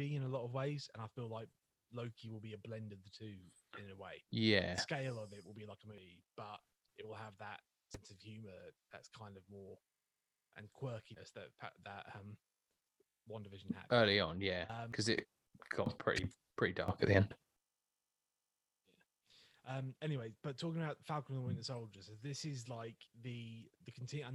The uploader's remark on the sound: Unfortunately we had some serious technical difficulties on this one which might make it a tough listen